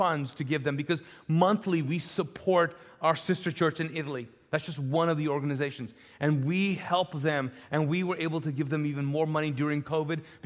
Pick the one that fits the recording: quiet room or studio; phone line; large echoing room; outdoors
large echoing room